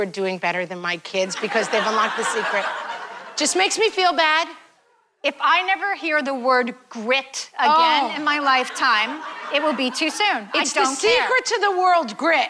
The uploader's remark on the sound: This episode contains excerpts from our latest What Fresh Hell Live! Show, performed at the Chappaqua Performing Arts Center in Chappaqua, NY.